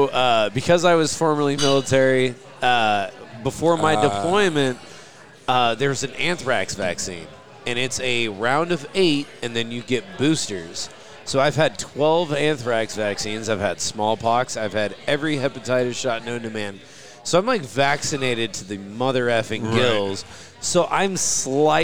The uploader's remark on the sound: Live from Brents